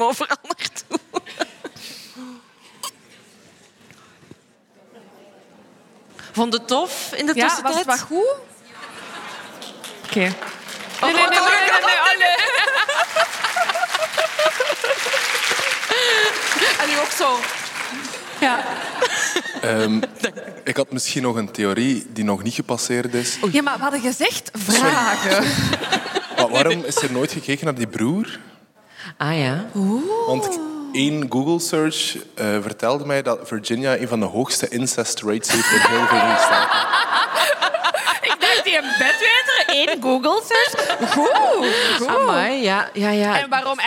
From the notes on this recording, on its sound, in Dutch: Onze live opname vanop het Podcastfestival in Oostende.